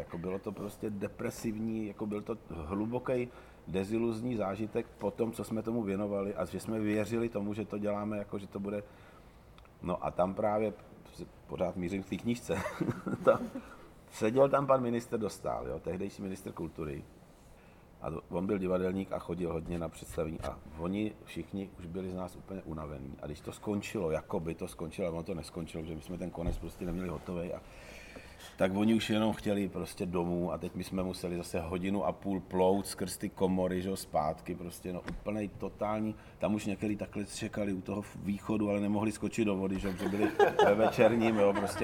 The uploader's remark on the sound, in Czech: Podcast byl nahrán na střeše Divadla Disk v rámci festivalového programu: Dopolední brunche s hosty.